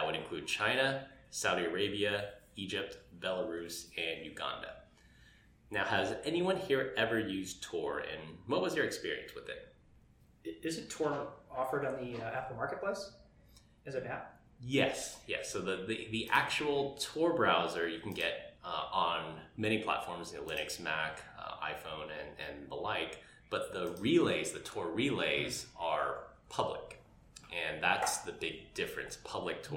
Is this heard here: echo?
yes